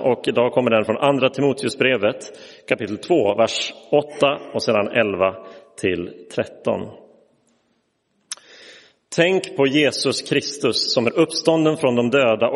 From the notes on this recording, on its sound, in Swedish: Inspelad i Roseniuskyrkan den 12 februari 2023.